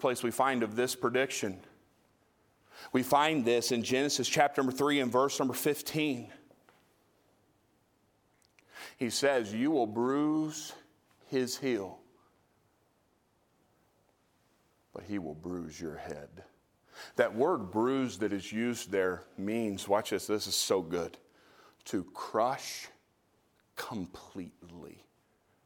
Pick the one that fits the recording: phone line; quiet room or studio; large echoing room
large echoing room